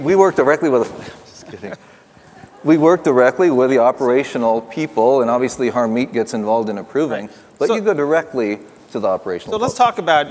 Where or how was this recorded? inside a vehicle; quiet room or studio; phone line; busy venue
busy venue